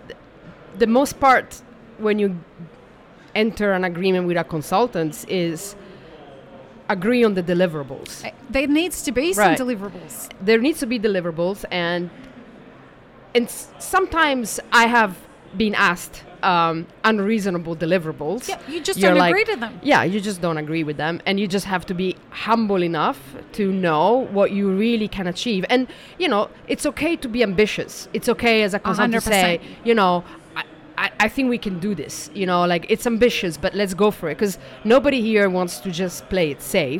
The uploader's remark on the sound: Map It Forward and DXB Live is proud to present a selection of podcast episodes that were live-streamed from the show floor at World of Coffee Dubai 2024.